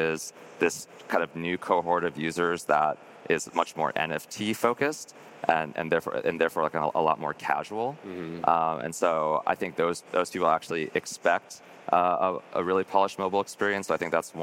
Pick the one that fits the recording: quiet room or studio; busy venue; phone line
busy venue